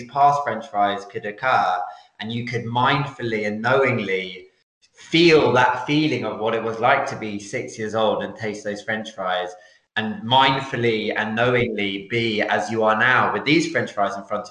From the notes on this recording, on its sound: Skype calls on this channel.